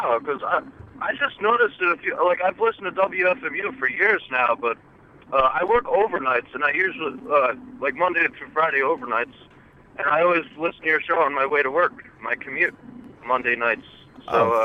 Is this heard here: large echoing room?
no